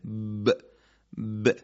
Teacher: دو لب وقتی به هم میچسبن، اگر جریان صوت از همه جا قطع بشه، یعنی صدا از بینی نیاد و در واقع زبان کوچک هم راه قسمت بینی رو بسته باشه، شما میبینید که صدای با وقتی که لبها از هم جدا میشن فشار هوا پشتش هست و حالت انسدادی در حرف با وجود داره. ب ب ما در تلفظ حرف با در عربی و فارسی فرق زیادی نداریم، فقط باید بدونیم اگه ارتعاش تارهای صوتی در حرف با از بین بره، به جای حرف ب حرف پ در فارسی ایجاد میشه.